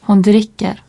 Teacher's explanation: dans la langue parlée, après une voyelle, un R bref final ne se prononce pas distinctement.